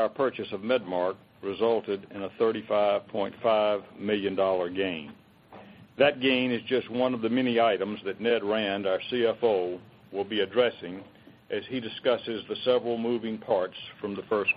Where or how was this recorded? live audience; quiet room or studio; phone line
phone line